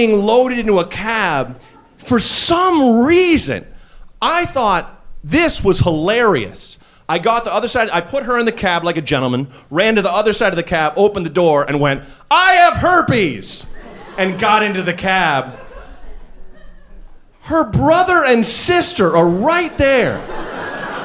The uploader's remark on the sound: Live From NYC Podfest 2!